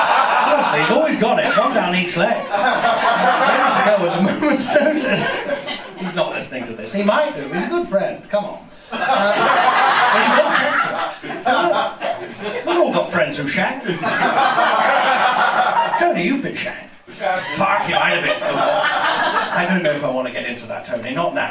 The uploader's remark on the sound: Live recording at the Museum of Comedy!